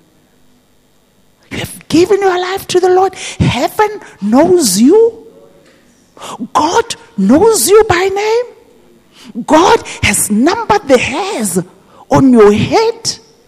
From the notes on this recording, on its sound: This message was preached at GTCFC City Campus.